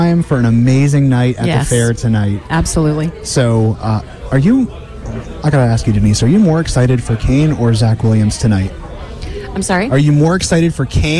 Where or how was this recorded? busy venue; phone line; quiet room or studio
busy venue